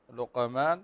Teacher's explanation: عندنا كلمة لقمان فتقلق القاف